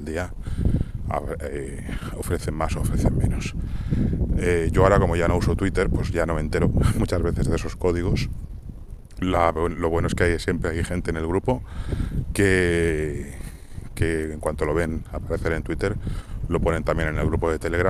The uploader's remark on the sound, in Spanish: (Audio regulinchi). El audio tiene una calidad bastante pobre debido al viento.